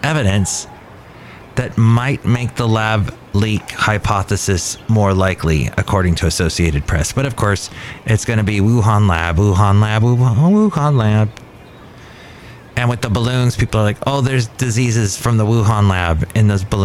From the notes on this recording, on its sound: podcasts live from Cafe Anyway